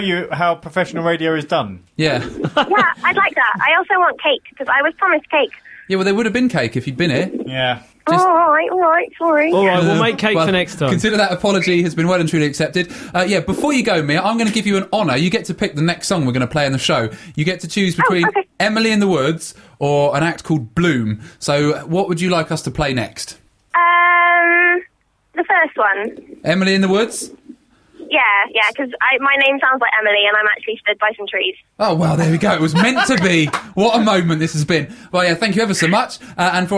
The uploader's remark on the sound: As a planned guest is unable to make it for the show due to a last minute disaster. Mostly via the medium of a telephone interview.